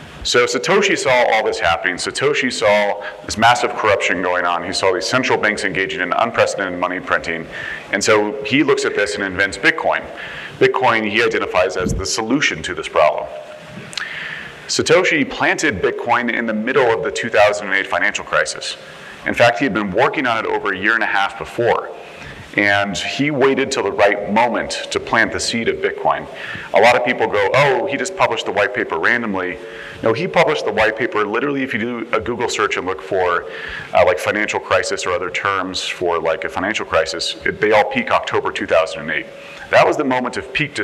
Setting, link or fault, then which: setting, busy venue